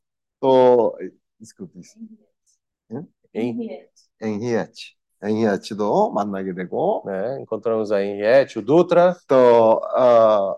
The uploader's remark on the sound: Meeting zoom.